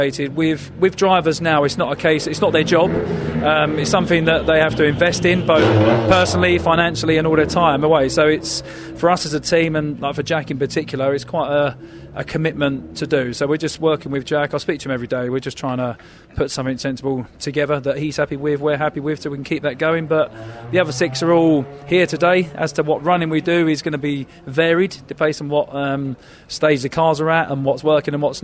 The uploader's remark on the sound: at Thruxton Media Day